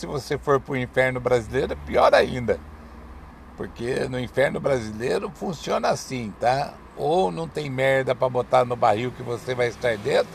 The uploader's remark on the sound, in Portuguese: Esperando no carro. Gravado no meio da rua.